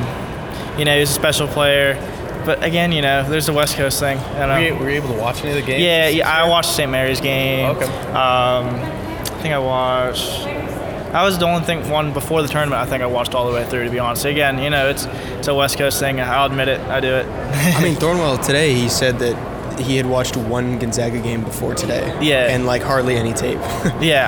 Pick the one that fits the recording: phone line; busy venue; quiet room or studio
busy venue